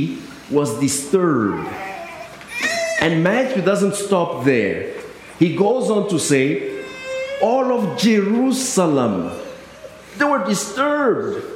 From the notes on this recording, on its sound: I delivered on December 23rd at both United Methodist Churches in Harris and Lake Park.